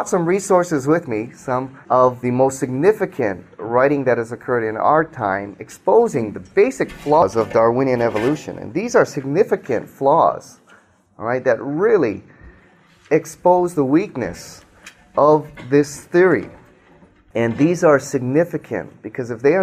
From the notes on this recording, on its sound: speaks to a live audience